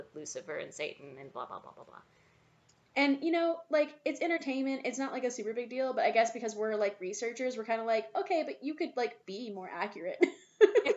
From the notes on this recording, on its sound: Please excuse our audio problems with this episode, we are still troubleshooting our new setup